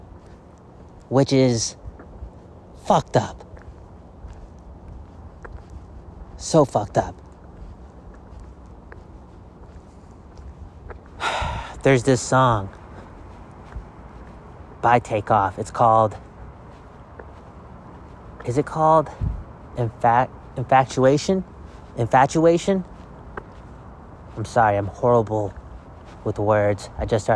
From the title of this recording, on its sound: Walk N Talk